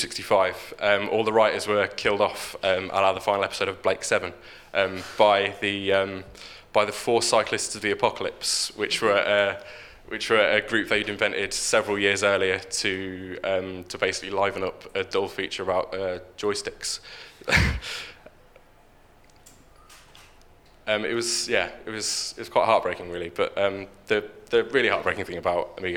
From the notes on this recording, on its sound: We remix past performances from our live shows. All performances were originally recorded at our shows at The Leicester Square Theatre, The Hackney Attic and The Dogstar in Brixton throughout 2012 and 2013.